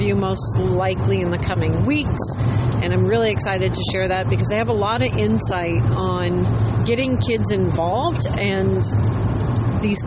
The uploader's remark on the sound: Dispatch from the road on the way to SPI